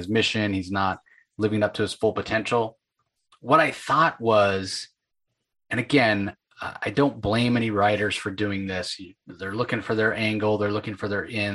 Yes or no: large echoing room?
no